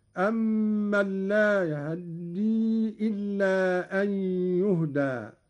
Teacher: قرأ قالون باختلاس فتحة الهاء، وهو اختلاس الجزء الأكبر من الفتحة مع السرعة، وله أيضا الإسكان، وكل من الاختلاس والإسكان ورد لغة وقراءة هكذا: أمن لا يهدي إلا أن يهدى.